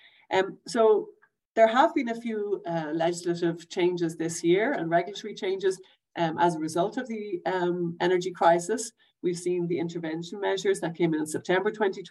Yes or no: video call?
yes